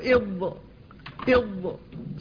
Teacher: إض أو من اليسار إض، فيكون على هذا من بين اللسان، من بين جانب اللسان والأضراس، فتخرجه من هذا المكان، ويستطيل أن يمتد إلى أن يصل إلى مخرج اللام، فالاستطالة تنتهي به إلى مخرج اللام. قال والضاد من حافته